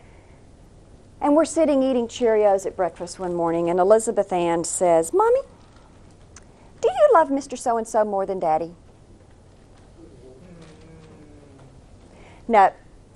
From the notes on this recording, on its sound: taped as a live conference presentation